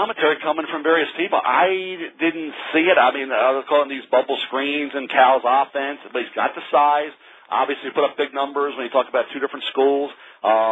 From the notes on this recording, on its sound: NFL Draft Conference Call